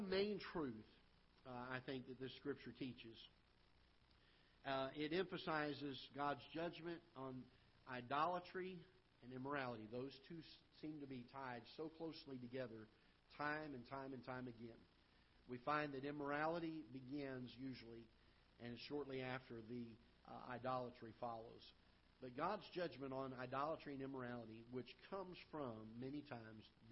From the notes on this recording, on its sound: Ketha Heights Baptist Church ~ Live Broadcast.